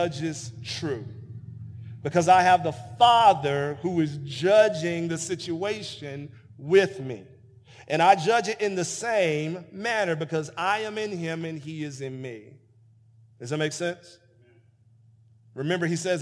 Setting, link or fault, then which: setting, large echoing room